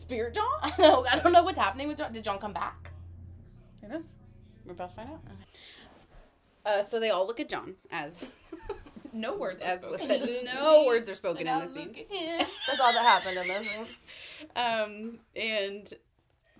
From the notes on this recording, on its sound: Sorry about the noise in the background. Parents gonna do what parents gonna do.